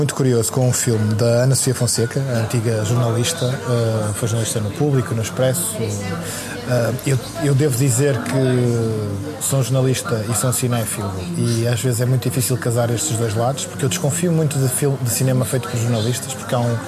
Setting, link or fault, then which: setting, busy venue